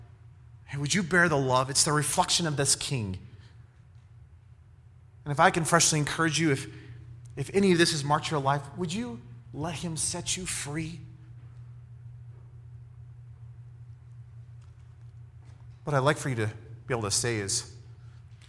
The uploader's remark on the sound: special edition message during our Alumni Conference